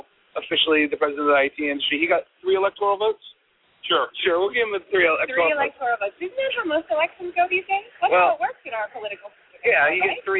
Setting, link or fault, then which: setting, busy venue